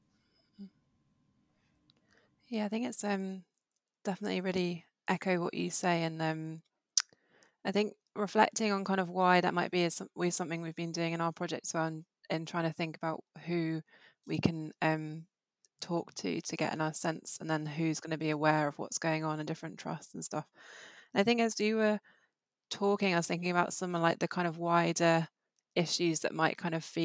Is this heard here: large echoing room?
no